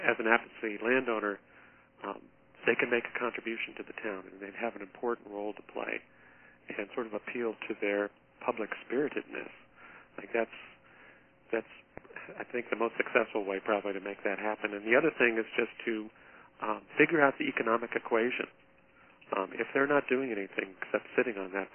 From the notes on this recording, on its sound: Listen to this call recording.